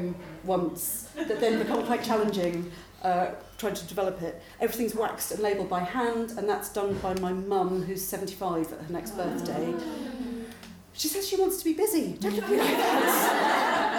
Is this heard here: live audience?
yes